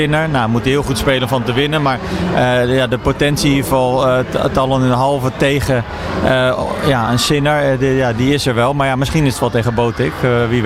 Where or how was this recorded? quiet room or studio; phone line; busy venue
busy venue